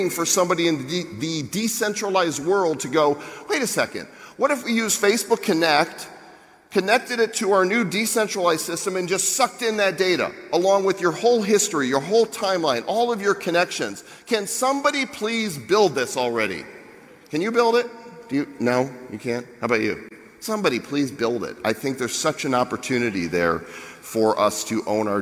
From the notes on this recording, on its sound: Gave the closing keynote at the annual Social Media Marketing World event in San Diego. We have the entire audio of this keynote to share.